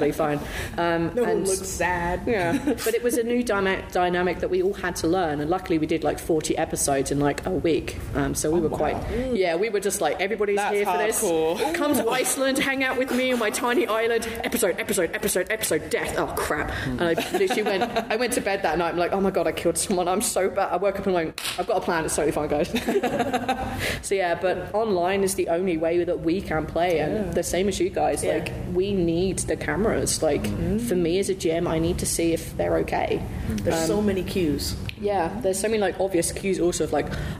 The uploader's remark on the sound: MCM Comic Con London 2023. A live recording of the panel. Due to the live nature of this recording, the audio levels may vary.